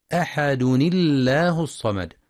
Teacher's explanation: مع ترقيق لام لفظ الجلالة وصلا لكسر ما قبلها